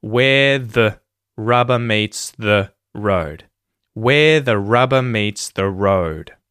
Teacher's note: Every single word except for the, which is said twice, right? Both the times that the is said, it becomes the with the schwa vowel sound